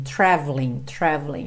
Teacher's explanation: você não fala o E do traveling